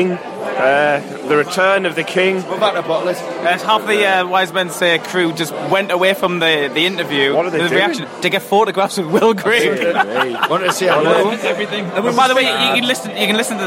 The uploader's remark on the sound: Met at the Hilton.